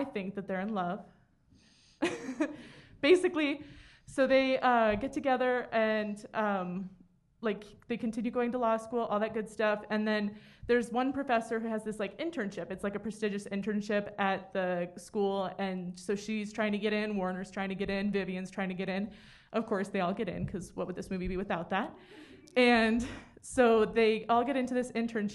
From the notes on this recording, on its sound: This is our live show from Treefort Music Fest 2022.